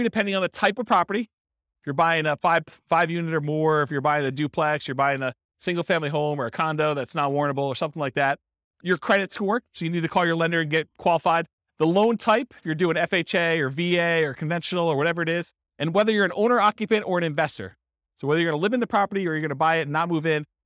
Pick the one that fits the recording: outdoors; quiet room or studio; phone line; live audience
live audience